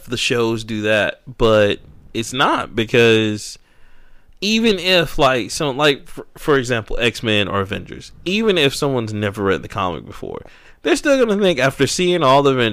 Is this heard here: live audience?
no